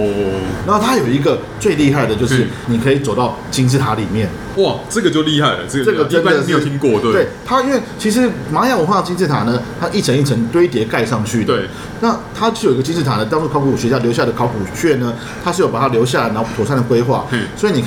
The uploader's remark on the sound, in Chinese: 本集白噪音指數：蚊風級 1/5。錄音地點： ABV Bar & Kitchen 台北日式居酒館。